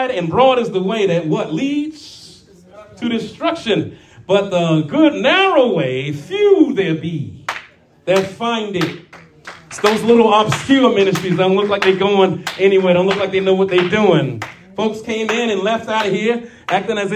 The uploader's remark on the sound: Shared this prophetic message live at RACC.